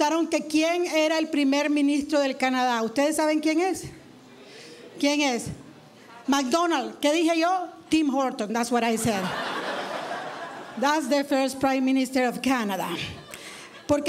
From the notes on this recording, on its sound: stand up from the Just For Laughs Festival in 2011